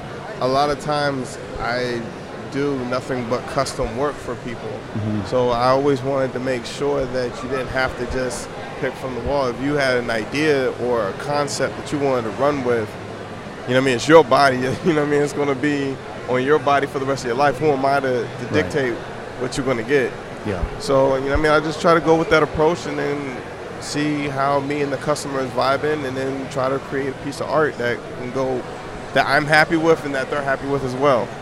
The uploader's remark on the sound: joins me in the Sullen Clothing booth, at the 2015 Musink festival.